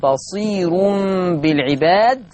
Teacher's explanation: فالراء مضمومة وقبلها ياء مادية، ففيها ترقيق الراء وصلا، والكلام ده يختص بورش.